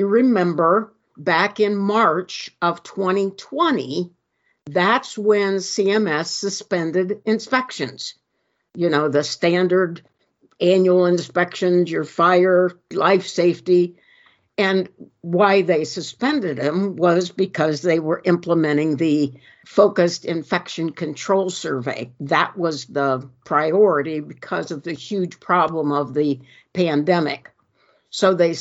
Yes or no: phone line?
no